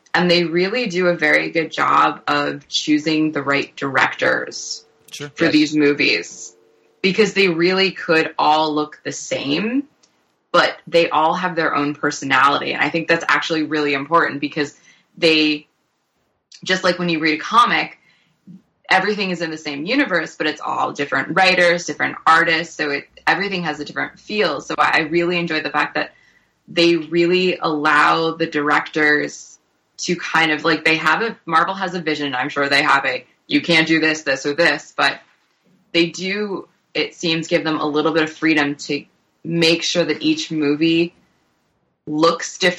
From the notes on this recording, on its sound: enter into astral communion (also called 'Skype')